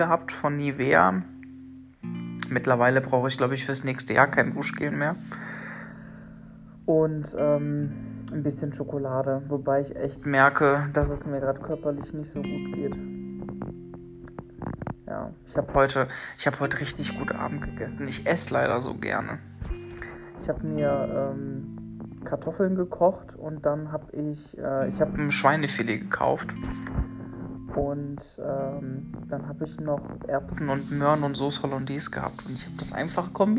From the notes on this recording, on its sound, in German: Mir ist es ein Rätsel wieso der Sound heute so ist